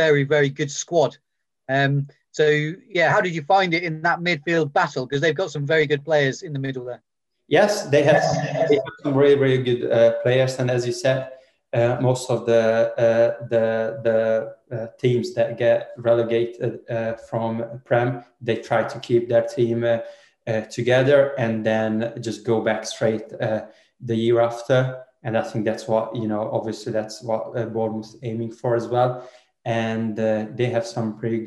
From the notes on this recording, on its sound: Virtually faces the media ahead of QPR's trip to Ashton Gate.